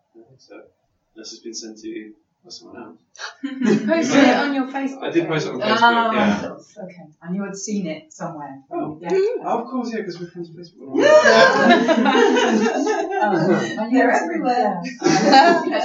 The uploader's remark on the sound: Our first recorded LIVE episode - We recorded at our Cast Iron Windows Poetry Night